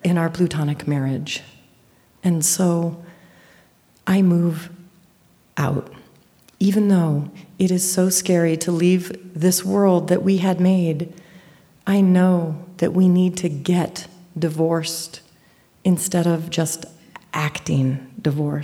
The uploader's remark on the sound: The Moth Radio Hour: Live from Dayton. A special live edition of The Moth, brought to you from the Victoria Theater in Dayton, Ohio.